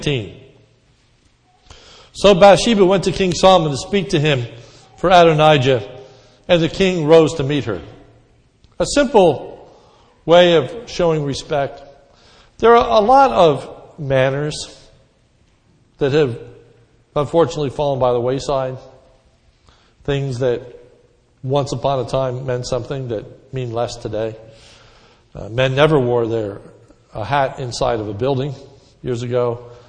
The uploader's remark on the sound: This sermon was recorded om Mother’s Day 5/09/10 in the morning service.